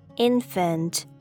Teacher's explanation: The A in this word pronounces the short uh, uh, the schwa sound